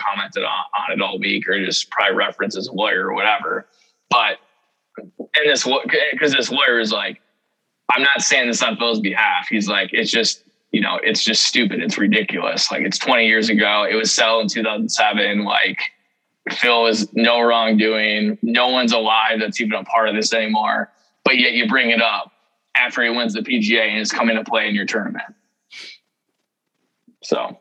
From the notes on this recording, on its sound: The whole gang is back via zoom